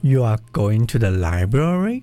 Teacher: with my pitch rising at the end, it suddenly becomes a question. Even though I didn't change a single word.